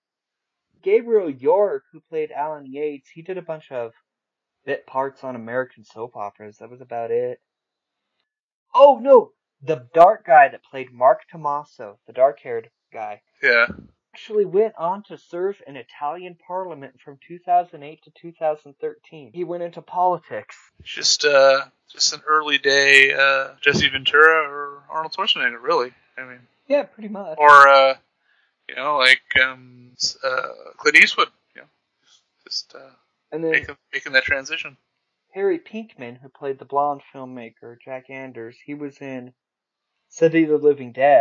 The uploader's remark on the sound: Being that it is a first episode, please forgive some of the newbie sound problems.